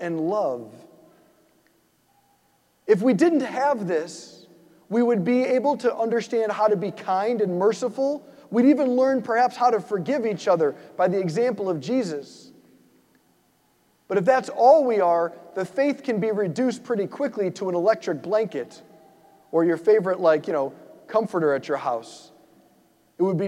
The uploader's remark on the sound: preached this homily on May 28, 2023 at St Basil the Great Catholic Church in Brecksville, OH.